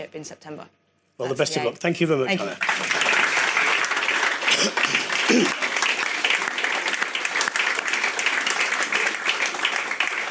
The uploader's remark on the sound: Full Contact went on tour to Royston Rugby Club to celebrate grassroots rugby.